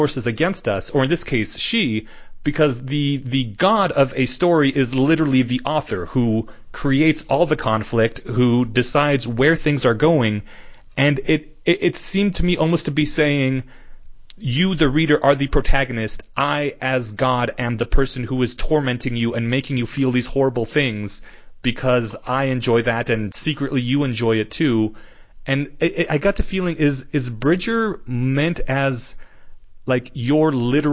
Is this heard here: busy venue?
no